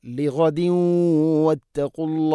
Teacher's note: ഇനിയോ ലിഗദ്യൂവത്തഖുള്ള കൂട്ടി ഒതുകയാണെങ്കിൽ തെൻവീനിനെ വാ എന്ന അക്ഷരത്തിലേക്ക് ഇദ്ഗാം ചെയ്ത് മണിച്ചുകൊണ്ട് ഉച്ചരിക്കണം